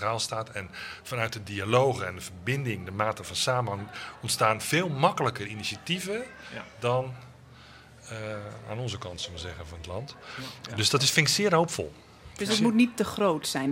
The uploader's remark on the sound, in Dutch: probeerden het antwoord te vinden op het Kennisfestival in Deventer